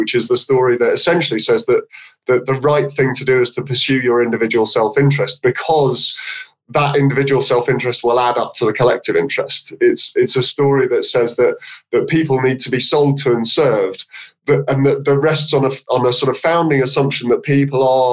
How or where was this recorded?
video call